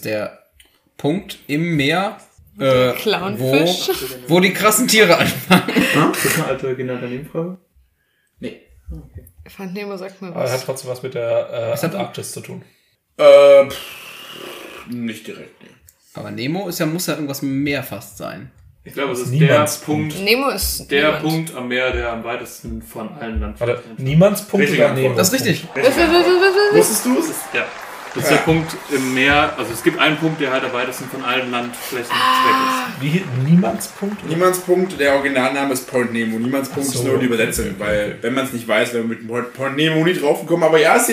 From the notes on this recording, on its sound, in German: Beim Sound haben wir mit 2 Mikros und verschiedenen Einstellungen ein bisschen experimentiert, verzeiht uns das bitte.